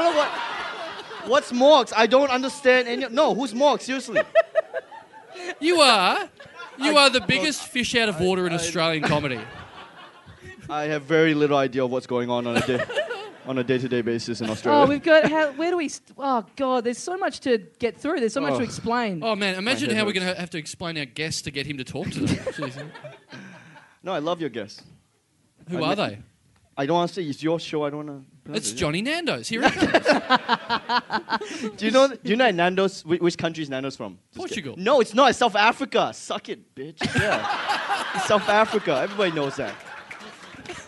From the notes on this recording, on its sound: No Lights, No Sound. Recorded LIVE (barely) at the Sydney Comedy Festival.